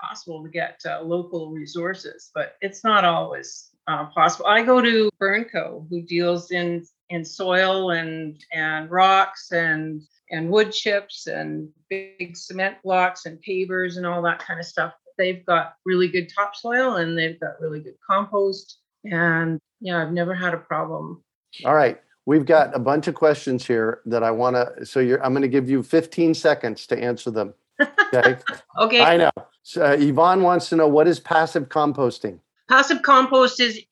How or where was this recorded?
video call